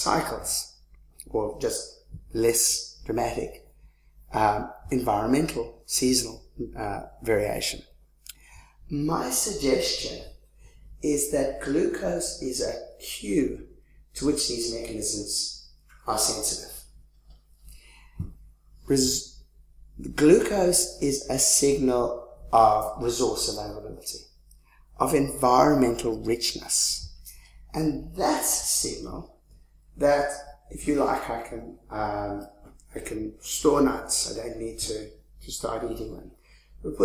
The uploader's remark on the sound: 2015 Leverhulme Lecture.